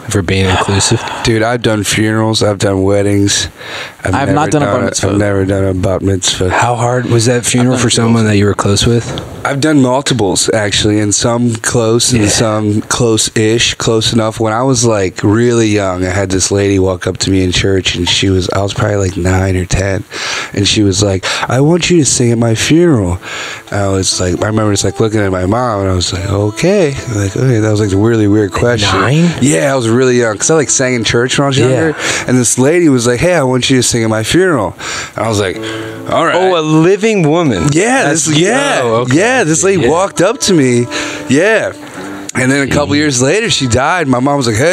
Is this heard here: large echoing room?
no